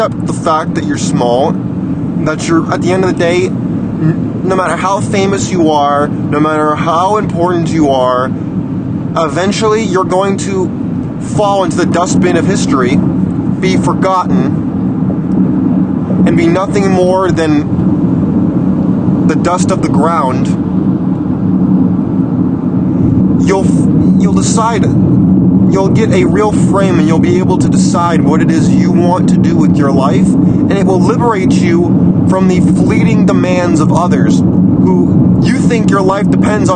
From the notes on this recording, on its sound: Open Road Rants. This episode was recorded while on the road, so pardon the background noise.